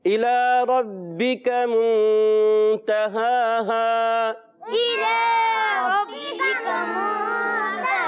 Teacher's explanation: ماشاءاللہ حمزہ کو خوب واضح کر کے ادا کرنا ہے. کھڑا زبر آنے کی وجہ سے لام پر ایک الف کھینچ کر ادا کرتے ہیں، کیونکہ کھڑی حرکات حرف مدہ ہی کی قائم مقام ہوتی ہیں.